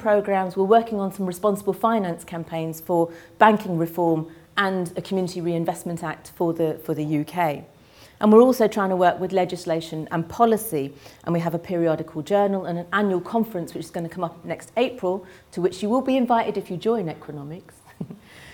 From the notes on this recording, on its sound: Keynote speech of the launch of the University of Oxford Race Equality Network